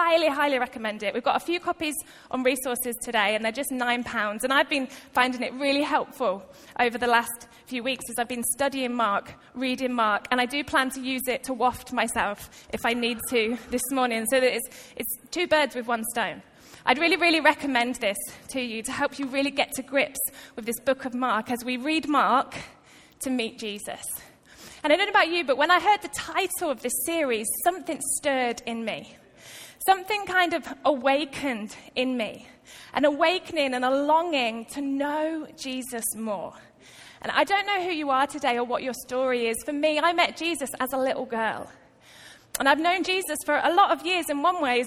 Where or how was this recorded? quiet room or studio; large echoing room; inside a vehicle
large echoing room